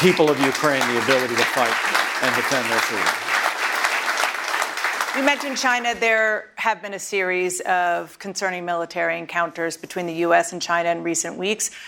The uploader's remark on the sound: CNN Republican Presidential Town Hall. Live from Des Moines, Iowa.